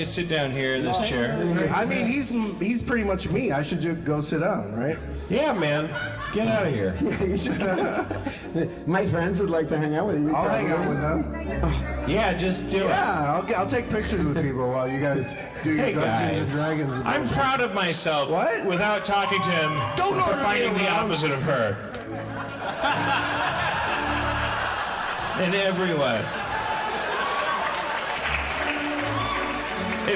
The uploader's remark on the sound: Harmontown is live from Chicago. A live organist!